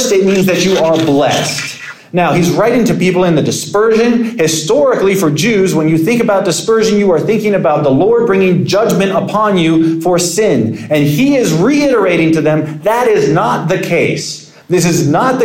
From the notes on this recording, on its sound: Sermon preached at Compass Community Church on June 4, 2023.